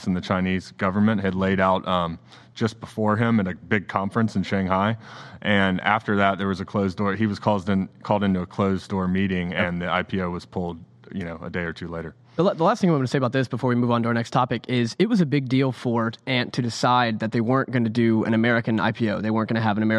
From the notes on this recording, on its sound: LIVE from FreightTech Venture.